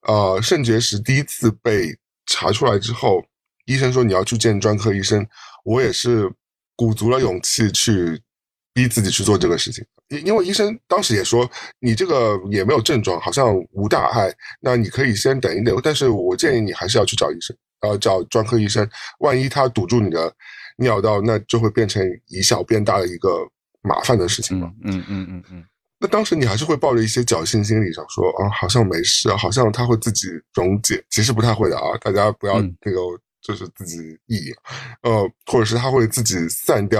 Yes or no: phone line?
no